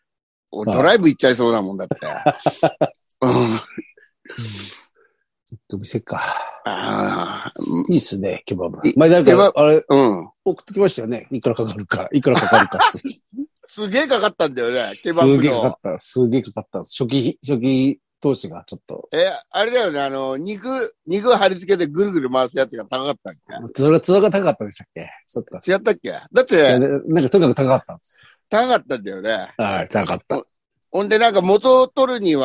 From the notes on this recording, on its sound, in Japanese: ZOOMで収録